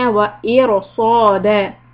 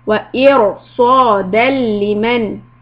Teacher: after the ra we have a heavy letter sad. So that's why although there's a kasra before ra, we still make the ra heavy.